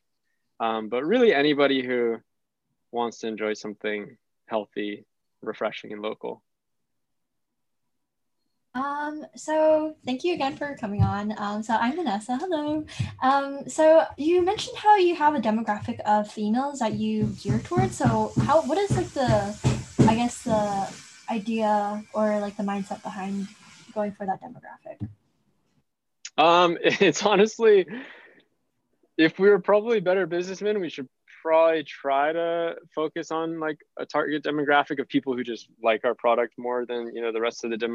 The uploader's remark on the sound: now a zoom meeting due to social distancing guidelines